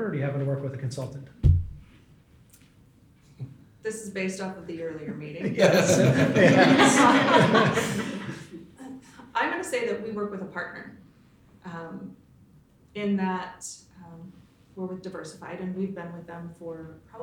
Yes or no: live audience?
yes